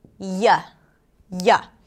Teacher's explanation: it's where the tongue goes very, very close, but not close enough, not too close, to the hard palate. So the back of the tongue rises up. · Term: approximate